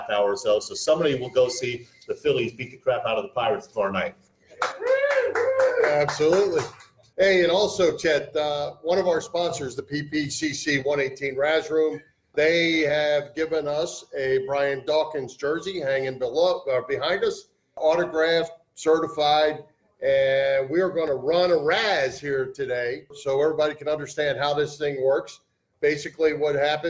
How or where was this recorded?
busy venue